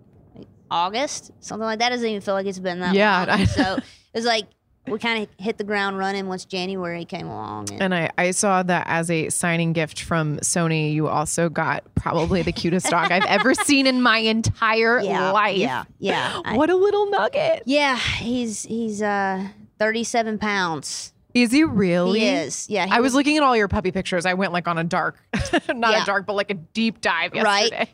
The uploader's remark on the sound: Backstage at Audacy's Leading Ladies Live.